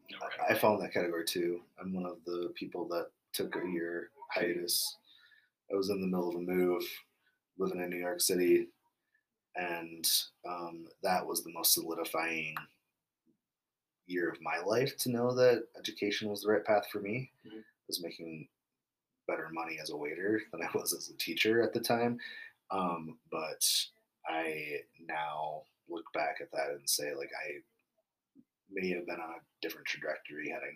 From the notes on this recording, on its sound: Apologies in advance for the low sound. I am still trying to figure out the best system to ensure there is clarity and appropriate volume in the sound system.